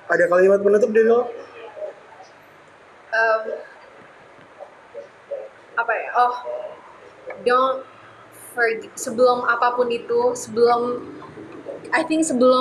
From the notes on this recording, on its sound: Recorded live on a cafe so im so sorry about the quality.